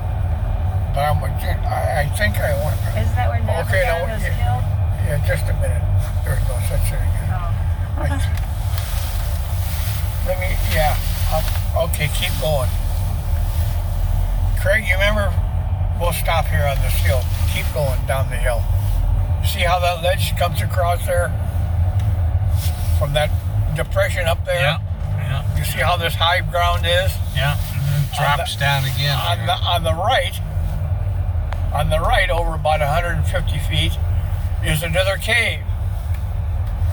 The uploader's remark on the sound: Catawba Island Driving Tour Part III. This time driving through the Cliffs.